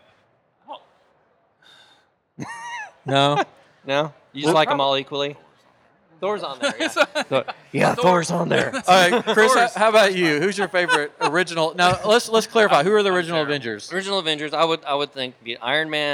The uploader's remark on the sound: Live at Comicpalooza 2019